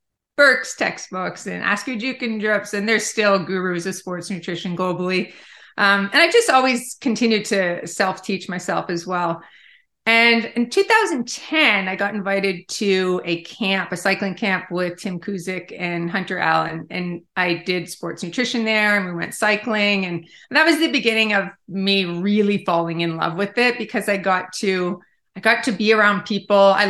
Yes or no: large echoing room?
no